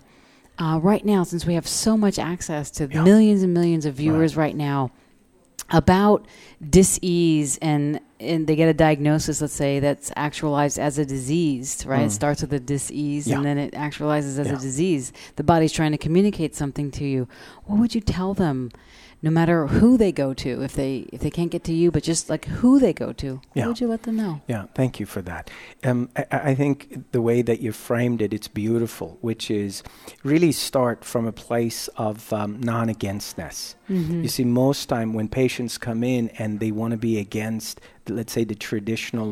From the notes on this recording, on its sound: Broadcast day 2 Live form the Largest Women's conference in the USA! We will be live for 2 days bringing you all the event action, keynote speakers and VoiceAmerica hosts.